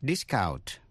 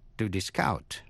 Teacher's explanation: Tiếp sau đây là một danh sách 10 danh từ và động từ, gồm có hai vần. Nhấn vào vần đầu nếu là danh từ, nhấn vào vần hai nếu là động từ.